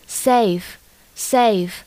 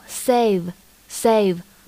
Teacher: 不同的是，他们是一对清浊辅音